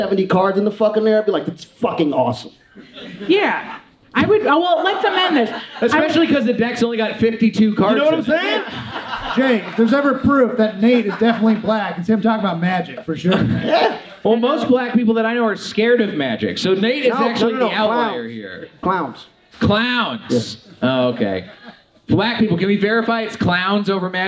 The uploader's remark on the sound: Recorded live at Alamo Drafthouse DTLA.